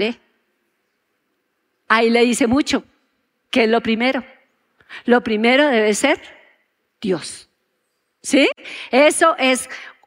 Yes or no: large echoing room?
yes